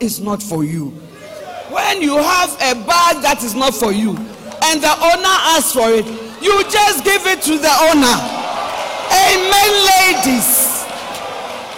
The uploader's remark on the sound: Preached at Loyalty House International, Accra Ghana